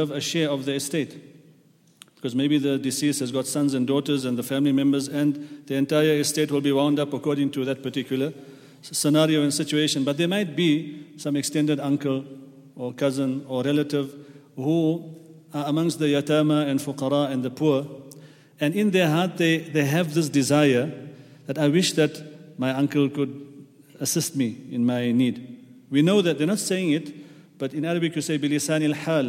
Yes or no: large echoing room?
yes